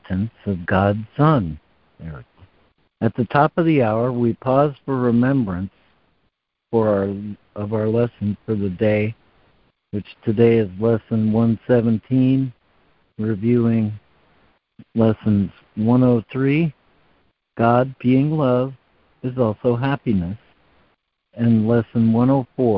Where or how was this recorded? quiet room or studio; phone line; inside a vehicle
phone line